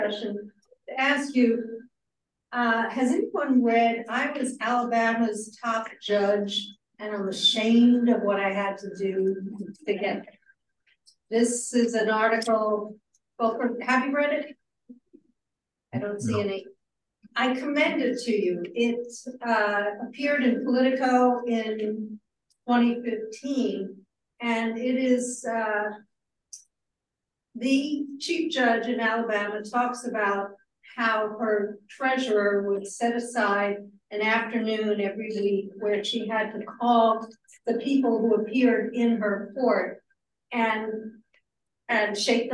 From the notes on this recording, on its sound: The panel took place via Zoom